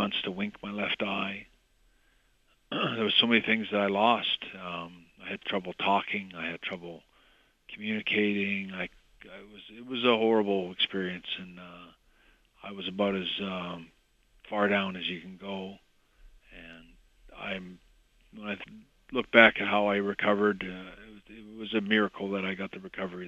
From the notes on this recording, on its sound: He called.